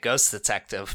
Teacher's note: cut out the T from ghost and just make it Ghost Detective